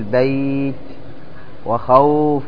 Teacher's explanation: الواو تخرج من الشفتين والياء من وسط اللسان بيسر وسهولة. وهذه معروف أنها حروف مد، وحروف المد تخرج من الجوف، لكن هذه إذا كان قبلهما مفتوح فإنها تكون حروف لين وهي ساكنة، يقال لها حروف لين مثل بيت وخوف، هذه حروف لين.